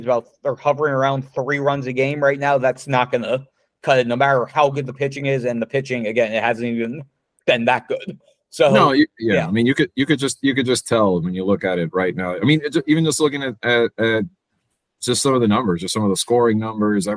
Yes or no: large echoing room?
no